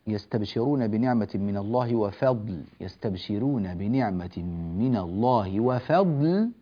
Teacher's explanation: إذا وقفت اللام ليست مغلظة، سمعتك تغلظها، هذه ليست مغلظة، لا وصلا ولا وقفا